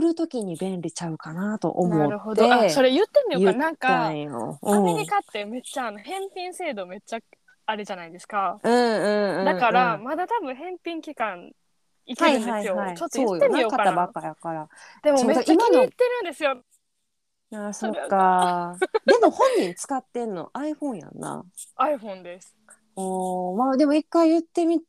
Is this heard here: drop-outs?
yes